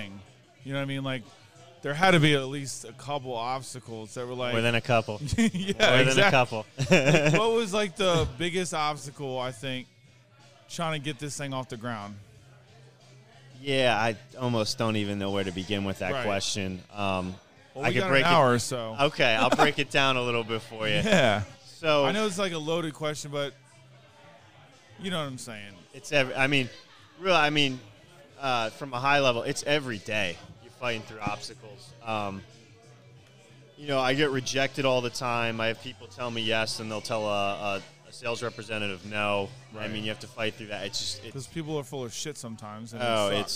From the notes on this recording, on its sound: Live from The Acme Bar and Grill in Annapolis!